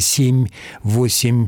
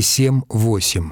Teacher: Считается, что приметой речи петербуржцев было отвердение губного согласного на конце слов типа «семь». · Shown in: second take